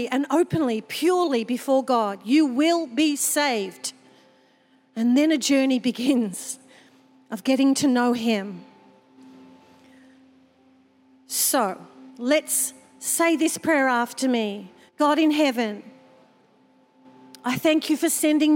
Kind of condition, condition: setting, large echoing room